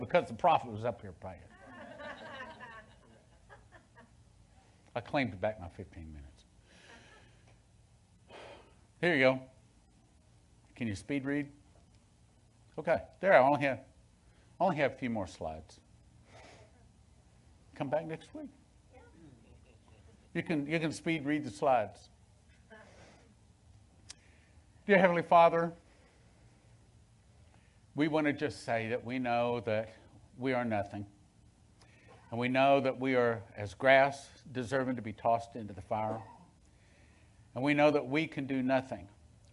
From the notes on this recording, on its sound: Sunday Main Service